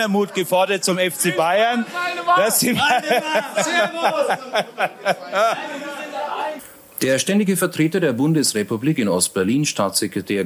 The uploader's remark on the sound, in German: LIVE in der LVZ Kuppel